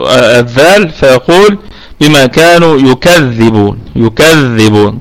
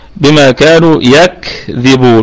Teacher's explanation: يبقى لنا فيها وجه واحد بالمد الطبيعي. يكذبون طبعا الإمام ورش يشدد الذال · Shown in: first take